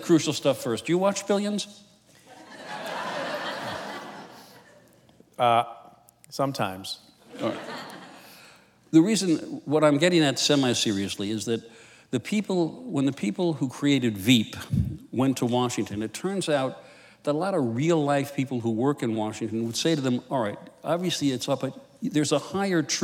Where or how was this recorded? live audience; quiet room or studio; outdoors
live audience